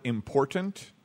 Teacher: that first T in important, I put a D on it unintentionally